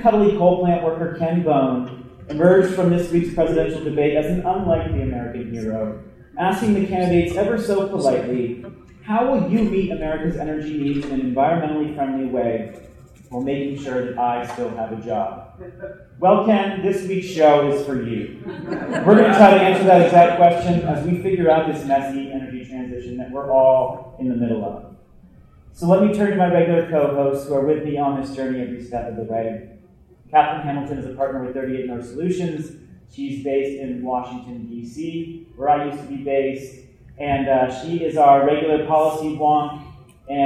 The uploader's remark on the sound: Live From SXSW Eco. We're really sorry for the audio quality. There were some technical difficulties, and we did our best to clean up what we had.